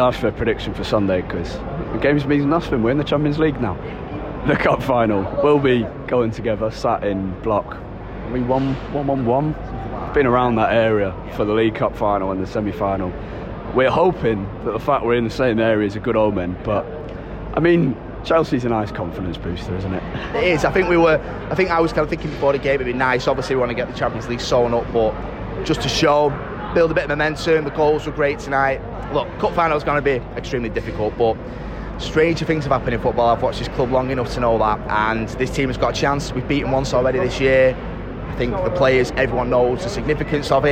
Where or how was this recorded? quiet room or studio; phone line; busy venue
busy venue